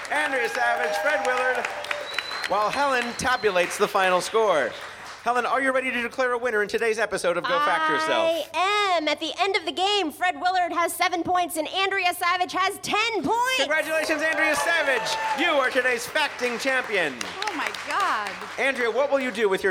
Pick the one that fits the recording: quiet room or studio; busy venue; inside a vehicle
busy venue